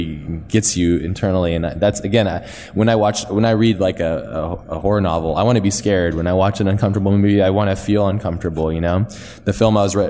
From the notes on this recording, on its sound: This week's episode is a live recording. From Industry Workshops event held in London this past August.